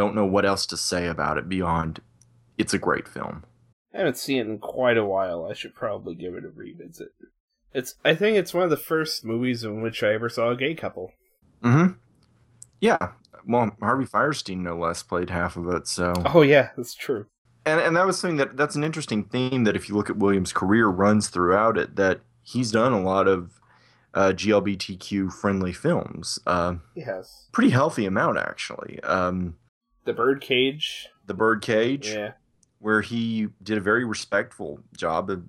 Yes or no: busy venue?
no